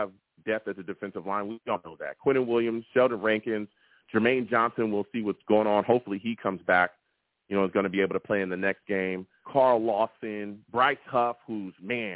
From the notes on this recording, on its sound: I also take live callers!